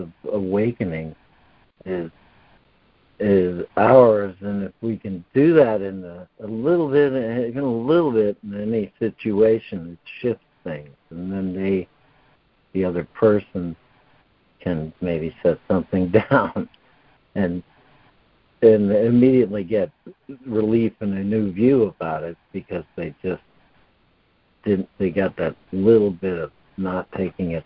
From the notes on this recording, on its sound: ACIM Daily Conference Call